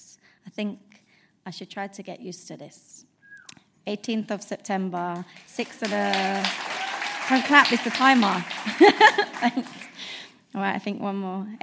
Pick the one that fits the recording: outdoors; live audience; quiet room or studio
live audience